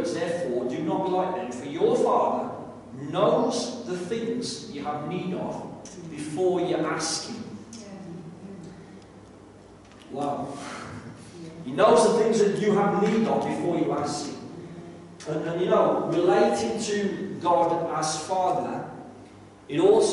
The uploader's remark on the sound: This is a live recording of the bible study, so at times audio quality may be low